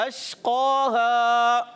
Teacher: शीन की अदायगी क्लियर रखें, काफ रूम मुस्तालिया से मोटा अदा करेंगे।